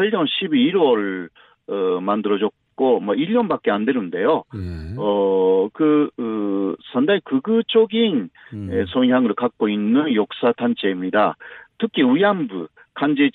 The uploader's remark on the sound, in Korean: 전화연결